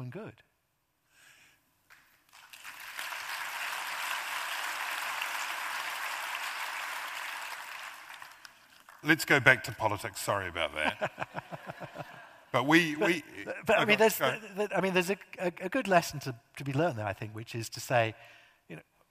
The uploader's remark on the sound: a highlight from the 2023 Auckland Writers Festival